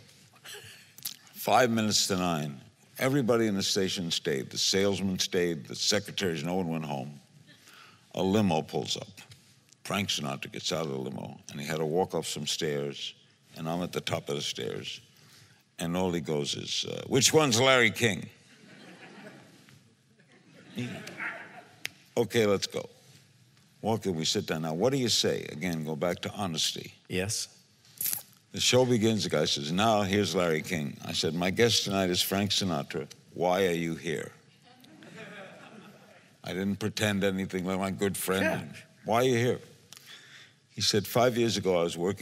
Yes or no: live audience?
yes